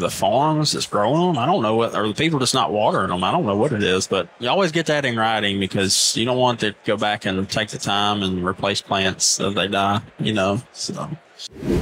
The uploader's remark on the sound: In this conversation recorded at the Huge Convention.